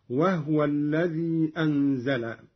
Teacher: قرأ قالون بإسكان الهاء هكذا